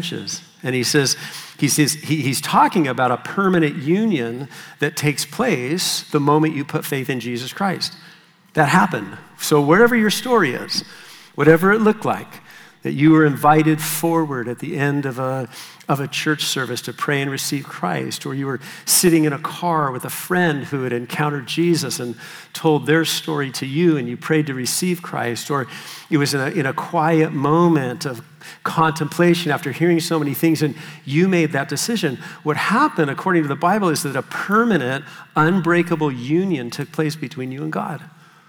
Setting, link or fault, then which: setting, live audience